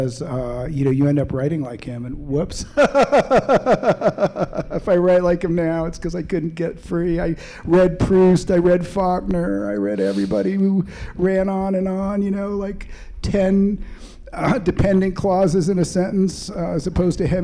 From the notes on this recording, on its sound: answers questions from the audience at the Boulder Bookstore on August 17